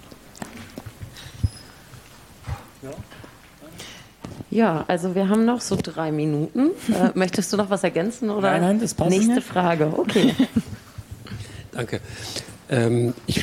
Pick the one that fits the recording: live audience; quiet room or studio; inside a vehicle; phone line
live audience